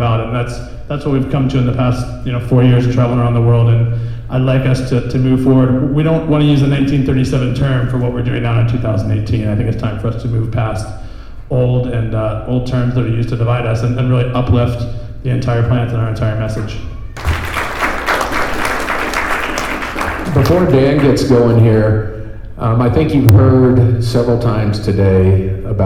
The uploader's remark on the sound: speaking at Kaya Fest 2018 in San Bernadino CA.